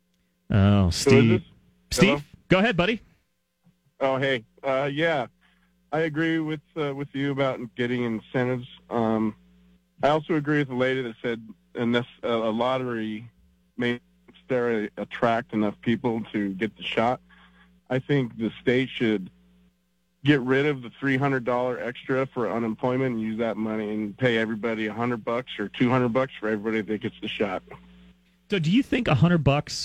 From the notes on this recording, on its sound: takes your phone calls on News Radio KKOB